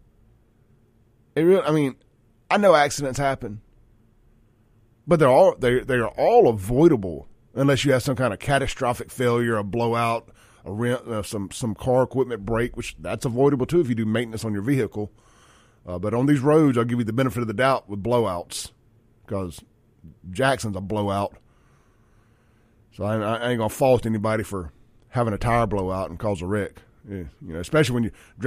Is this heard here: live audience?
no